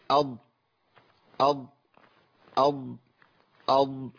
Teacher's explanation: لان انا فيها اطباق، الاطباق ده بيخلي الفكين قريبين من بعض، فالصوت بينحصر في الفم، عشان كده صوتها مش باين قوي.